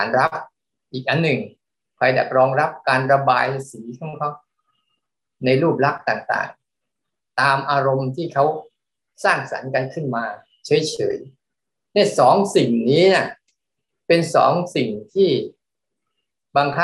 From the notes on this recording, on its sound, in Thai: เป็น 1 ใน 3 คอร์สออนไลน์ (ผ่านโปรแกรม Zoom)